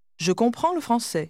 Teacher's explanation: although you are saying le français, the word le is very lightly pronounced